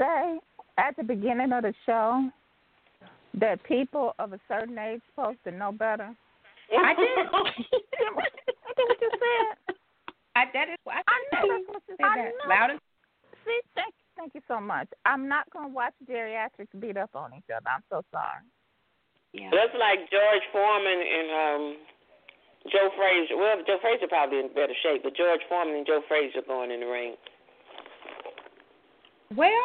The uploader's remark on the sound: your phone calls